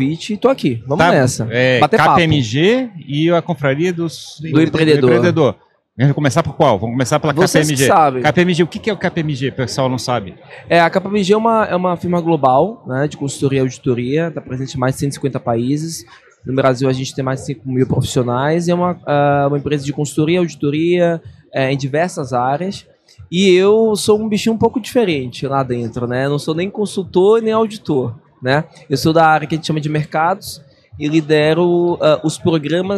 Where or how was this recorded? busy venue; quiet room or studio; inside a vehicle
busy venue